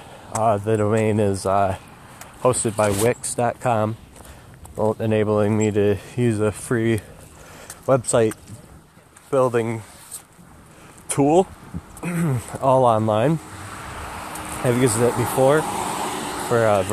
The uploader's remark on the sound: walk through the rain and attempts to put a sock over the recording device to combat the wind